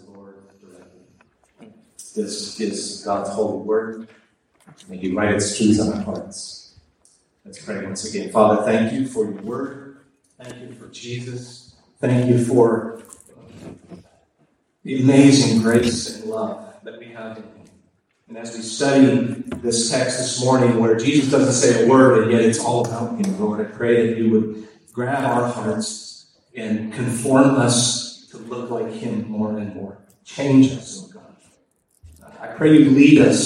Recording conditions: poor sound quality